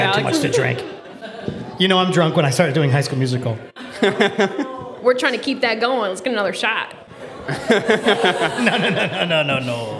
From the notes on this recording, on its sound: The History of Tequila (LIVE at Hacienda Las Glorias). Takes the show on the road to record their first live episode at Hacienda Las Glorias! We'll be LIVE at Hacienda Las Glorias on 1st Ave in Cedar Rapids Iowa during happy hour.